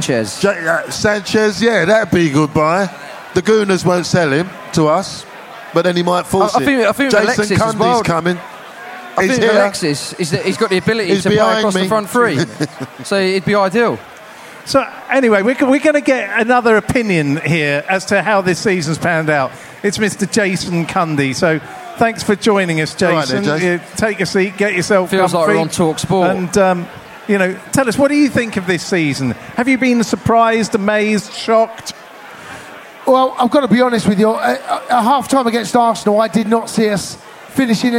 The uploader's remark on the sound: On tonights podcast we bring you the show live from Under The Bridge!